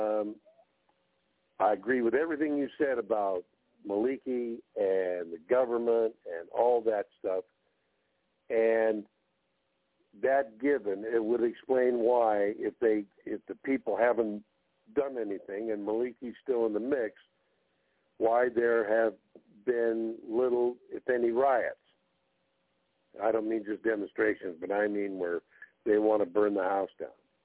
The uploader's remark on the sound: TNTSuperfantastic Conference Call - Friday, October 28, 2022